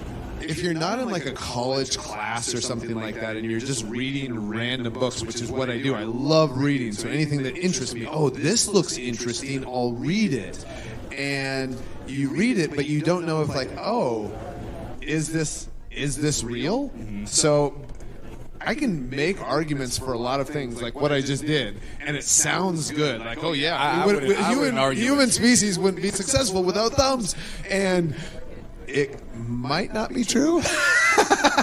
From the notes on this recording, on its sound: Recorded live at Starrcast VI in Chicago, Illinois.